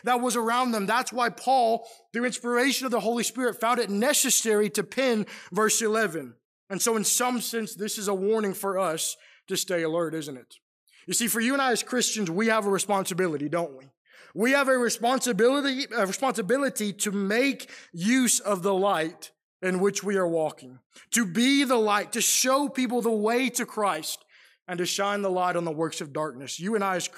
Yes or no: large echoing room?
yes